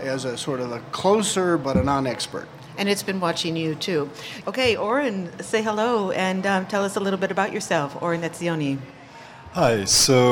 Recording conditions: live audience